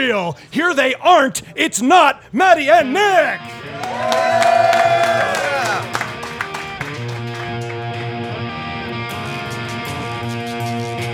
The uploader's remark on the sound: Sanctuary Medicinals in Gardner.